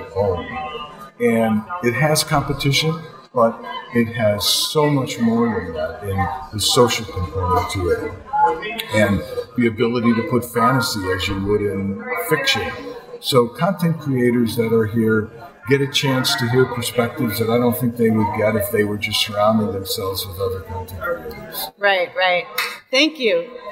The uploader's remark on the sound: Live From EsportsNext.